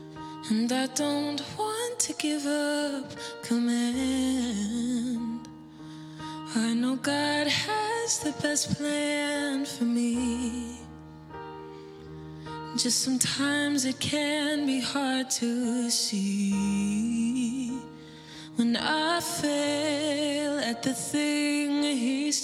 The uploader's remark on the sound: Live from our Celebration Ministry Center